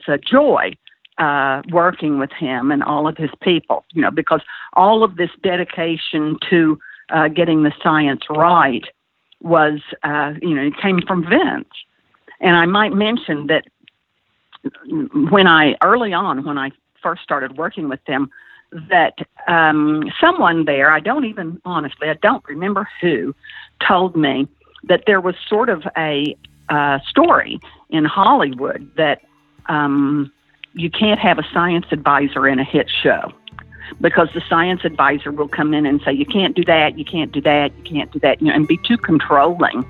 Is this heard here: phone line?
yes